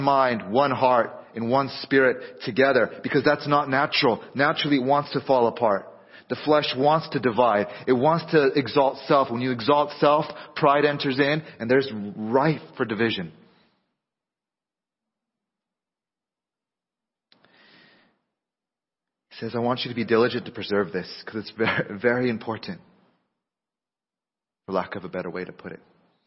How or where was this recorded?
large echoing room